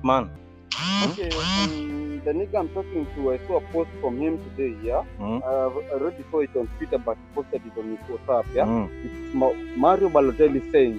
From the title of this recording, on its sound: Sorry About The sound. We outside.